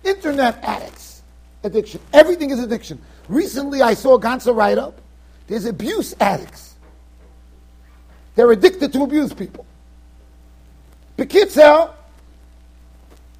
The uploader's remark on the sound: Shiur recorded in Yeshivas Ohr Reuven, Monsey NY.